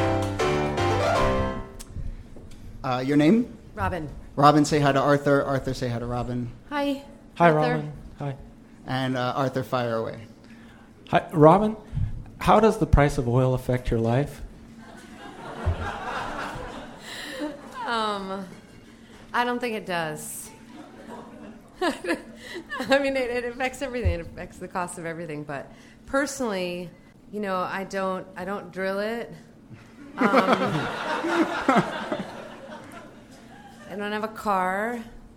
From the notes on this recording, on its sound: Ask Roulette is a conversation series in which strangers ask each other questions on stage. This excerpt is from our February event at Housing Works Bookstore in New York City.